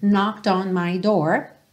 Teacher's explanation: Eu pego o D e já junto no on